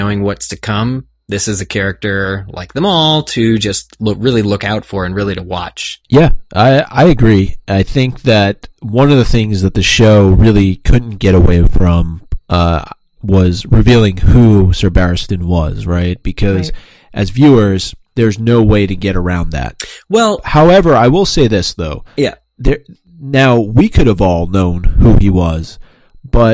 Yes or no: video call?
no